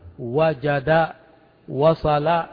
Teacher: الواو هنا في حد ذاته يقال حرف علة، لكنها في هذه الكلمة عند النطق بها لم تتحقق فيها العلية، لأنك عاملتها معاملة الحرف الصحيح